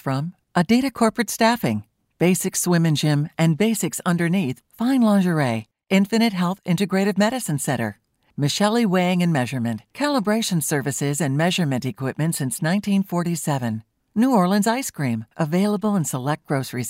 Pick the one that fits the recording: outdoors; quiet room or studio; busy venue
busy venue